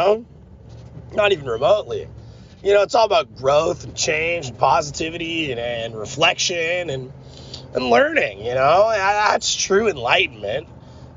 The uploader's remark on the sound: me rambling in the car